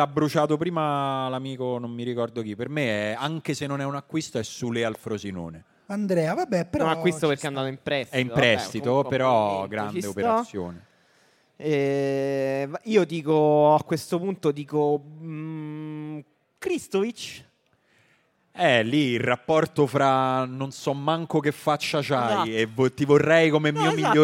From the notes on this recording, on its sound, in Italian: La nostra puntata registrata da Apple Piazza Liberty, Milano.